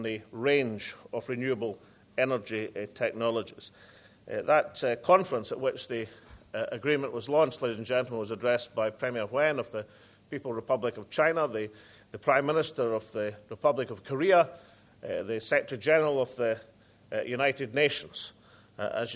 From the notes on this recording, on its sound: First Minister keynote speech - Scottish Offshore Wind and Supply Chain Conference in Aberdeen